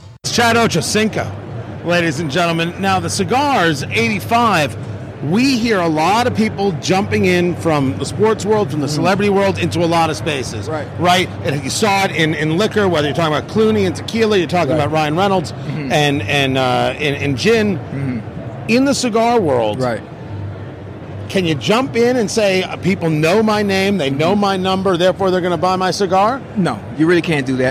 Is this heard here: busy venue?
yes